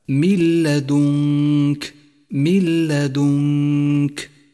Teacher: الساكنة وبعدها حرف اللام وهو حرف إدغام بلا غنة، فالواجب هنا أن تدغم النون الساكنة باللام وأن يسقط أثرها من اللفظ بشكل كامل · Term: الإدغام بلا غنة